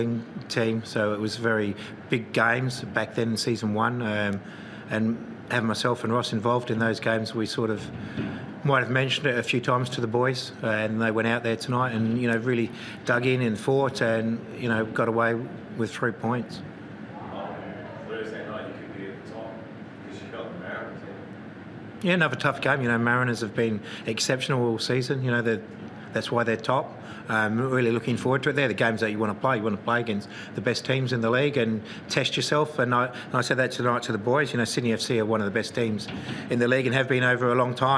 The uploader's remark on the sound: Post-Match Press Conference